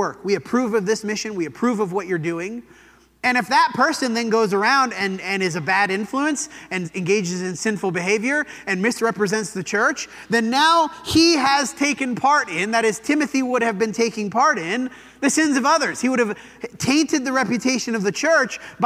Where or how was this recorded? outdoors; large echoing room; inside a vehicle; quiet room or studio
large echoing room